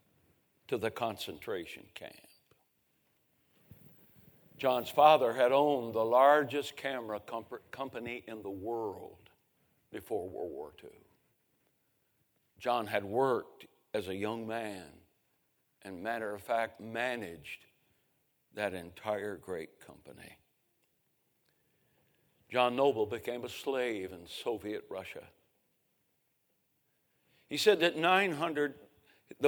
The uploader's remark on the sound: 2023 Spring Revival. A sermon preached Monday Evening.